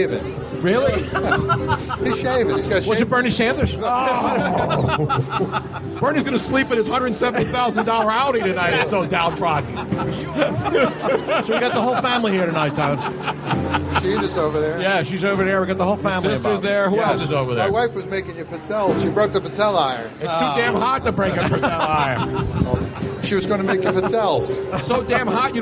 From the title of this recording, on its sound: LIVE from SPhilly Passyunk Ave #DNC after party!